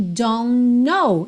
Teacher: eu junto o N do don't com o N do know, já que a primeira letra do know, que é a letra K, é muda.